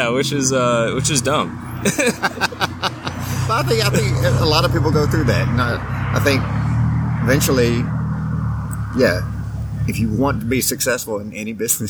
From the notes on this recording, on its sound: This is another "open air" podcast, live from the Village Pub.